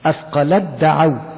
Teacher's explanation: بنطق دال مشددة بس لا تقول لا تظهر ولا تبقي أثر للتاء